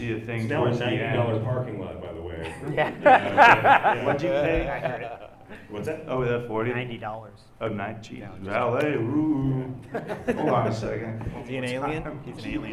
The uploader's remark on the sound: Live From L.A. Comic Con. Here’s the audio from last December’s Los Angeles Comic Con panel.